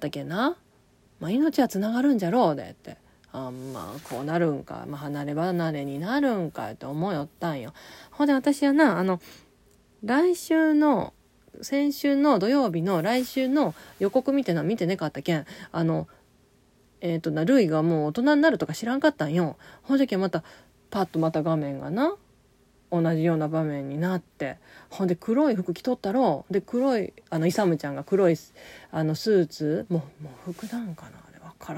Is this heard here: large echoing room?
no